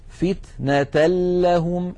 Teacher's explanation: ننتقل من التاء إلى اللام المشددة ولم يبقى من التنوين شيء · Term: بغير غنة